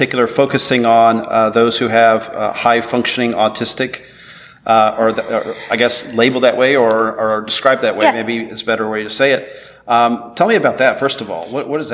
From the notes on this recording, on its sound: At the SOURCE Conference in Boston.